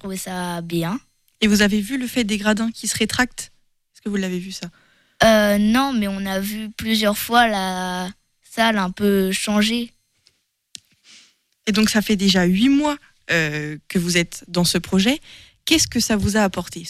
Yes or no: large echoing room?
no